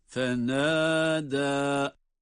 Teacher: İki met var, ikisi de bir elif miktarı.